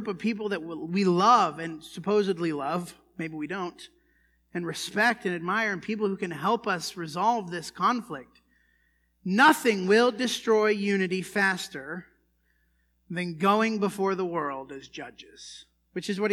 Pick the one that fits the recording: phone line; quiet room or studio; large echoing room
large echoing room